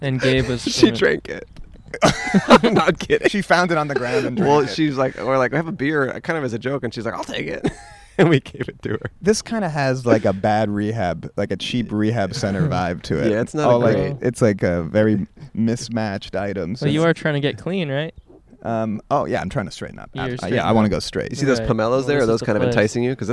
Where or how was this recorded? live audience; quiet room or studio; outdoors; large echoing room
outdoors